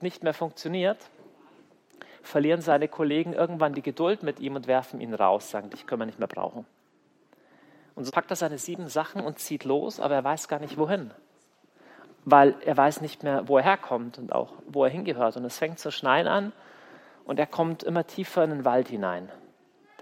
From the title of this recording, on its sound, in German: Kongress Aschaffenburg - Vortrag